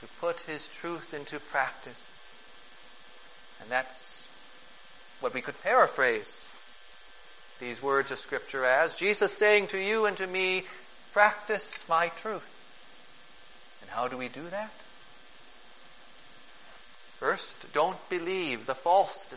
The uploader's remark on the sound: Preached on June 26, 2011, for the Second Sunday after Pentecost, at St.